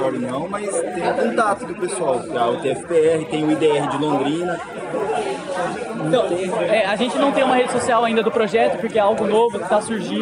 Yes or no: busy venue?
yes